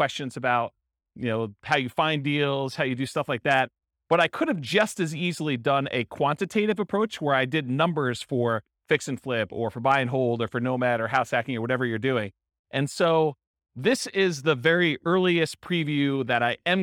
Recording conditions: live audience